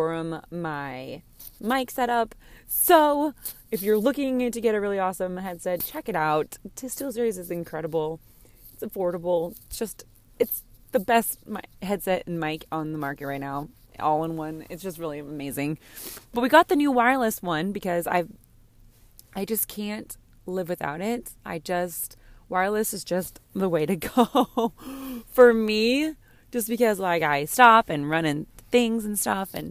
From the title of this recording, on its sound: In the Car episode.